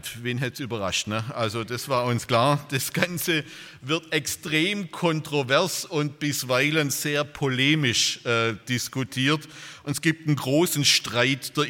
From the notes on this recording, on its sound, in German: bei einer Veranstaltung der Liebenzeller Mission